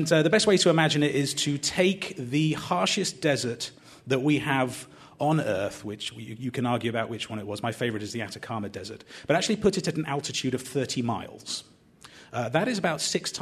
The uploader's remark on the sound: Listen back to WMFE’s Speak Series “How To Survive on Mars” with a panel of experts. Recorded in front of a live audience. At the studios of WMFE in Orlando, Florida.